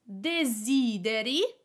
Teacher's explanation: Desideri, you desire, the accent is on the first E